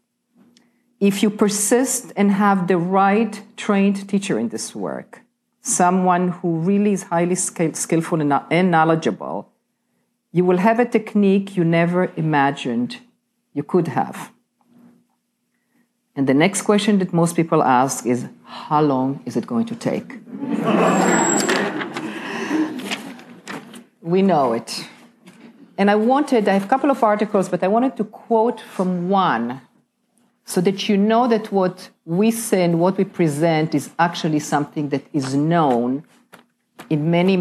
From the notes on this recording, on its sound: This episode features a lecture given at the Princeton Symposium of the Golandsky Institute